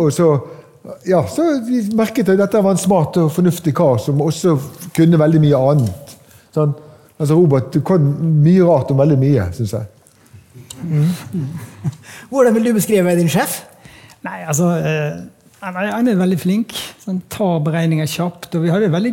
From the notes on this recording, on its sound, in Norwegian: Dette lydsporet er hentet fra #pengepodden LIVE, som fant sted på Oslo Event Hub